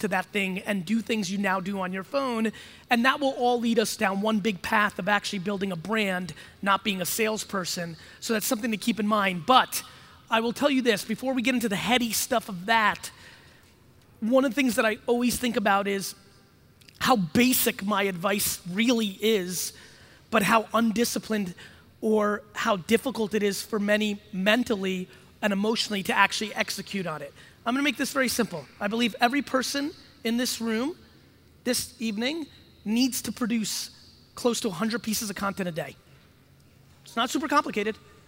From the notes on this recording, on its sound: an exciting keynote from NAC Keynote in Los Angeles